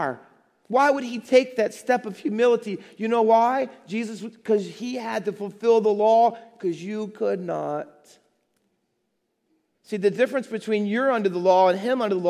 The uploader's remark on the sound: Faith Baptist Church in Hamilton, NJ.